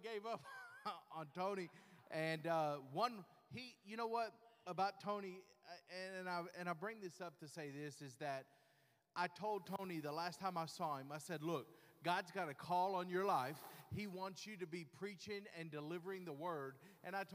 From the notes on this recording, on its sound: LIVE PRISON SERVICE FROM THE WYNNE UNIT. WITH 300 MEN HEARING THE GOSPEL.